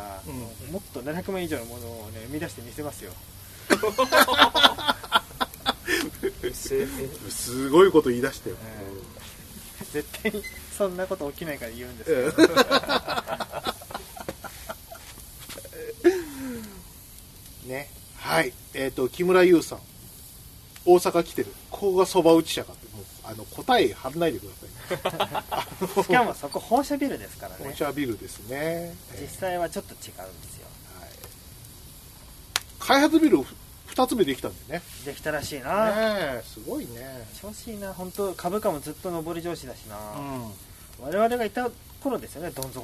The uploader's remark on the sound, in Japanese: 久々のたき火収録です！火を囲んで。芋が焼けるまで収録しました。